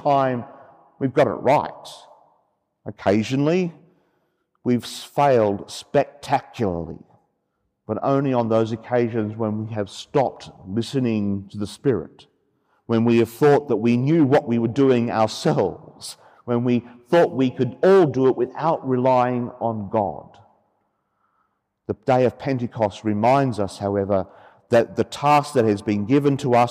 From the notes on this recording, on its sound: The homily for the Solemnity of Pentecost Sunday, Year B, from Sacred Heart Cathedral, Hamilton.